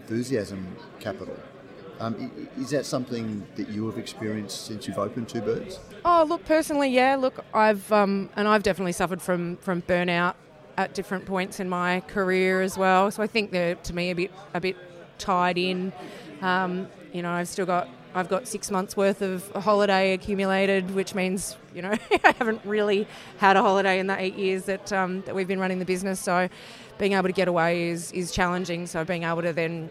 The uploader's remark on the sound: This is a special edition of Radio Brews News, live from the West Australian Brewers Association Craft Brewers Conference. We didn’t initially plan to podcast the keynote.